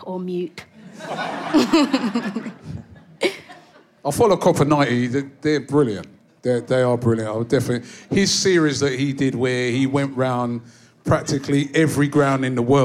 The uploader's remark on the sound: Highlights from our Kick It Out Live event